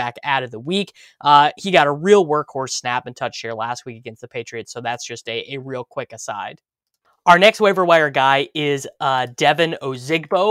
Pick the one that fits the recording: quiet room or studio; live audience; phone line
quiet room or studio